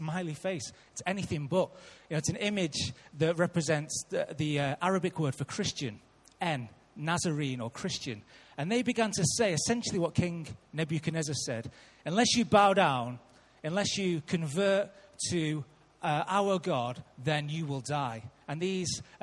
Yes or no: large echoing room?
yes